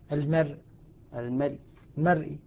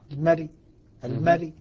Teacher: الراء الساكنة عند الوقف عليها بالروم ترقق تبعا للراء المكسورة المرققة. طبعا الإشكال الذي ربما يصادفنا الآن في هذه المقاطع أن الروم هو ثلث الحركة.